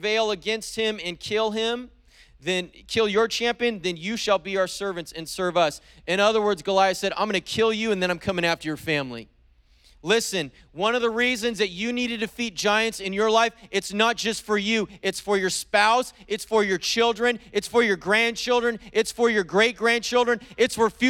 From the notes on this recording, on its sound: preached on January 16th at the 11:30AM service